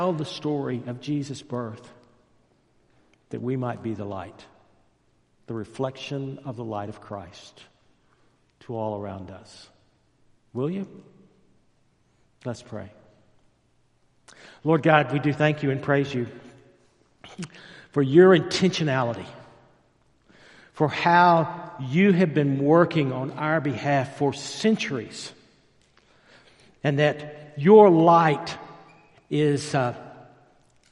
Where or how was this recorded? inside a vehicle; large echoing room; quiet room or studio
large echoing room